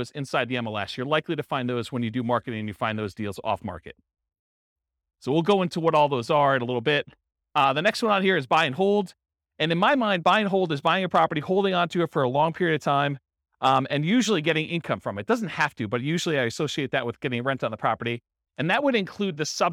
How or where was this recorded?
live audience